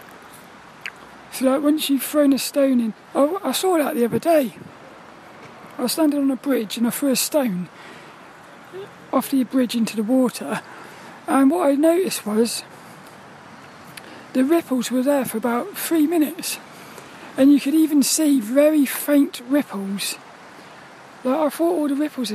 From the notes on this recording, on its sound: This 'About The Tings' episode is a Walk and Talk around the local park. The sun was shining.